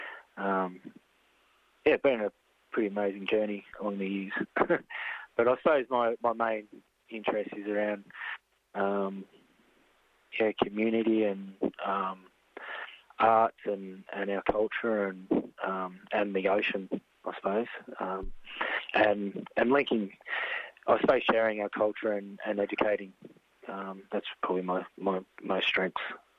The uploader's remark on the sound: phones